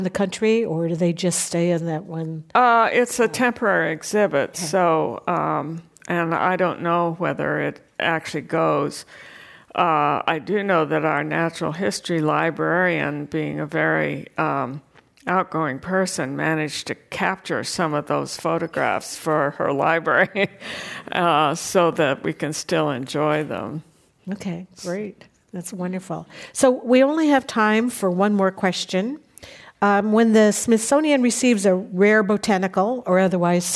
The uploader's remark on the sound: This program was recorded in front of a live audience at The Commonwealth Club in San Francisco.